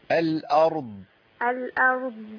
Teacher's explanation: انا بسكن الضاد خالص